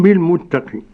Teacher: مد عارض للسكون للجميع فيه القاصر والتوسط والمد